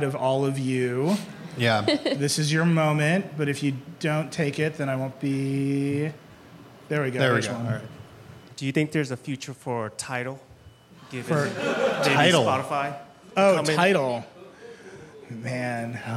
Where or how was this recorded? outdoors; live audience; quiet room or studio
live audience